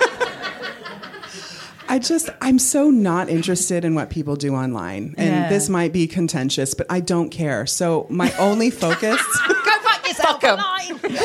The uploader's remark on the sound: live at The Phoenix Arts Club in London